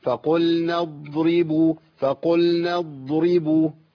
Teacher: الضاد عندي ساكنه يمشي فيها صوت شويه لانها رخوه